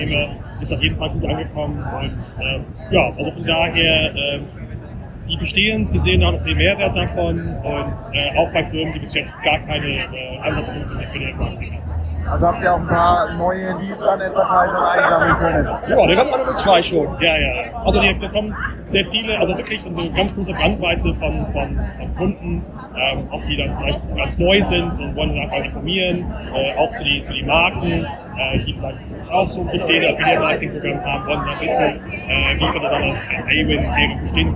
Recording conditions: background noise